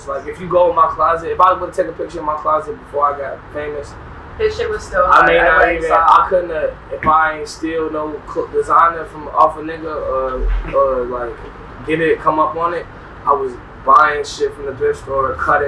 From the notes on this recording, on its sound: Recorded at Wireless Festival in London, U.K.